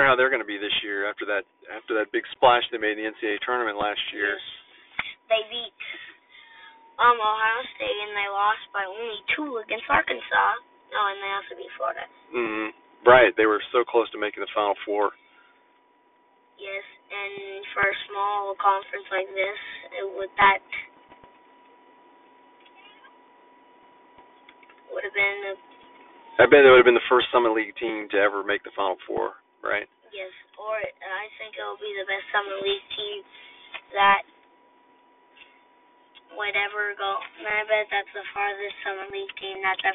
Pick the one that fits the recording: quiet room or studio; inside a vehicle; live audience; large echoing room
inside a vehicle